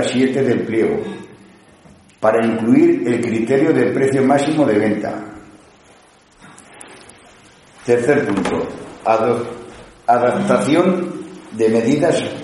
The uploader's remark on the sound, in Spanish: Sesión Ordinaria del Pleno del Ayuntamiento celebrada en el Salón de Actos del Ayuntamiento de Cella (Teruel)